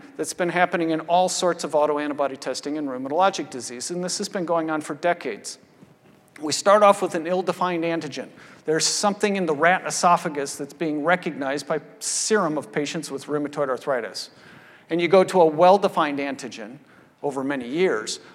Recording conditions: large echoing room